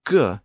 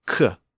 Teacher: The G sound is voiced, whereas the K sound is unvoiced, but otherwise it's mechanically the same sound.